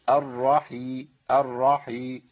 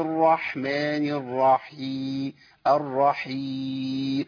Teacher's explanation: برضو الحاء بتاعت الرحيم محتاج ان انا ابين فيها الهمس · Shown in: second take